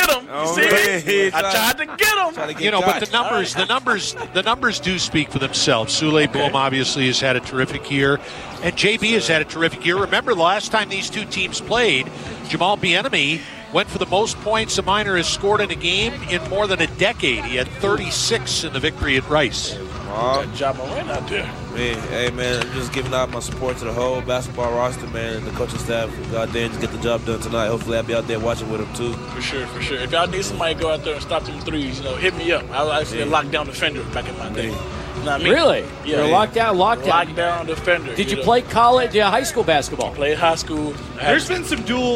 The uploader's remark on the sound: SportsTalk Live at the Desert Institute of Sports Medicine